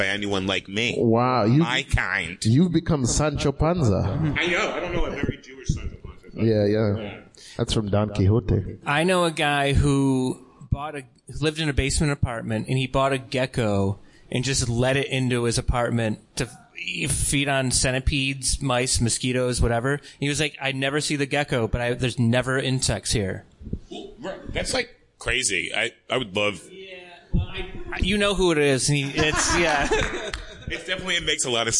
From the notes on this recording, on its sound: Live from The Tiny Cupboard. Stoner Morning Show is live every Monday night at The Tiny Cupboard in Bushwick, Brooklyn NYC.